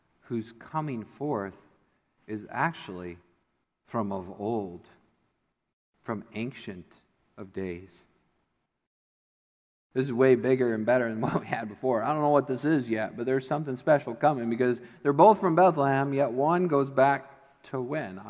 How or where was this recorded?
large echoing room